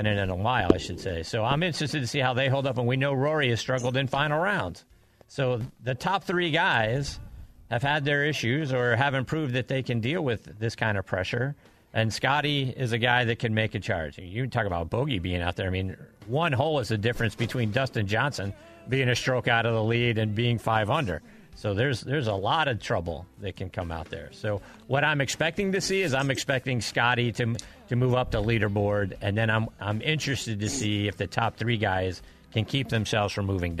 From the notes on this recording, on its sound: LIVE from Los Angeles Country Club. Are in studio.